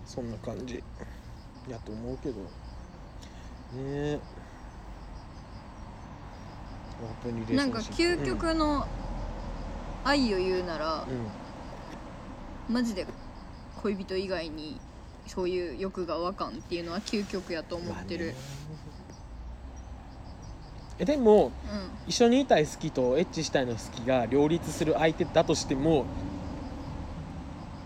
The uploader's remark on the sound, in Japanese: 夜中の公園と缶チューハイであれこれ。オフラインで会いました。飲みに行った後、公園で話していたところを録音したので聞いてみてください！